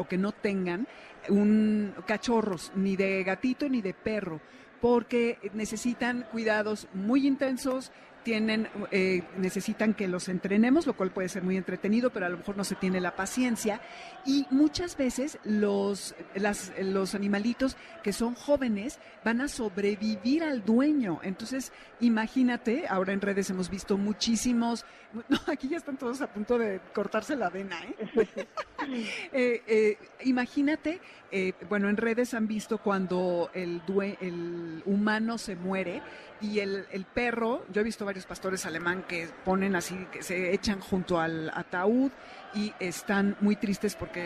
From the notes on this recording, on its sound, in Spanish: Transmisión especial desde el Festival del adulto mayor.